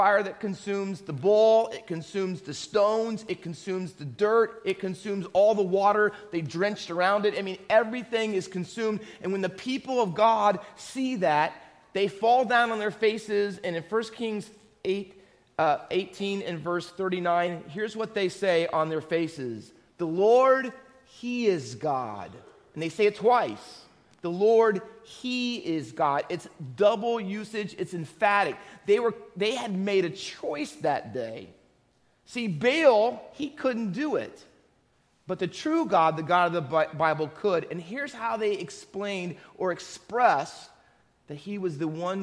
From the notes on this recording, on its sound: Faith Baptist Church in Hamilton, NJ.